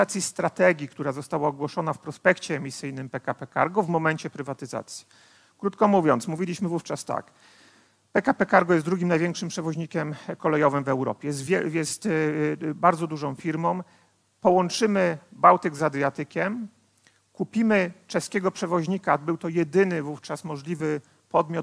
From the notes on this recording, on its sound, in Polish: Odcinek jest nagraniem wystąpienia z Weekendu Kapitalizmu - trzech dni celebracji wolności, niezależności i dobrego biznesu; prelekcji, debat i pokazów filmowych. Widzieliśmy się 24-26 marca w warszawskim Teatrze Palladium.